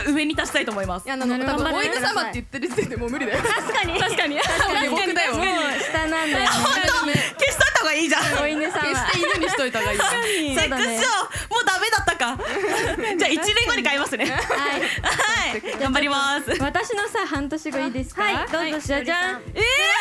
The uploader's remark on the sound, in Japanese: BPM主催ライブ「どどっとドットvol.15」（秋葉原ZEST）公開収録の模様をお送りします。